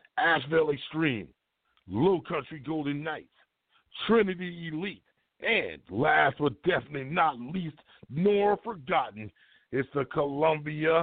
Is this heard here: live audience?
no